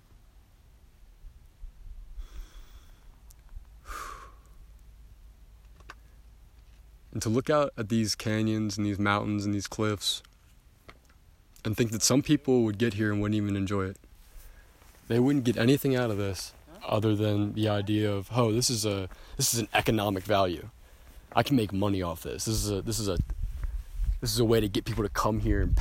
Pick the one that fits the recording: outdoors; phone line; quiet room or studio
outdoors